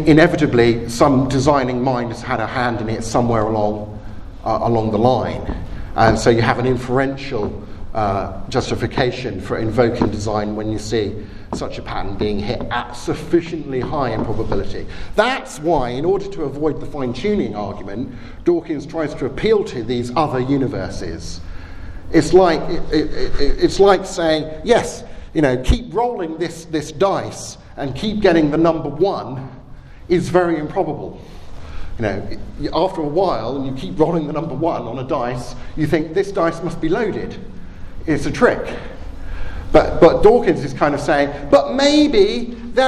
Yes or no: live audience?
yes